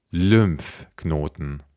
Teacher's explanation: Wir haben ein Y nach dem L und das wird immer Ü ausgesprochen